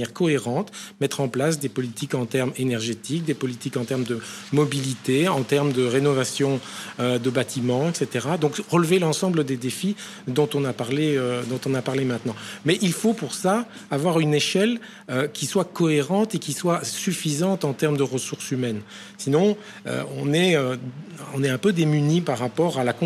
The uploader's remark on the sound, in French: émission radio enregistrée & diffusée en direct depuis le Mundo-N à Namur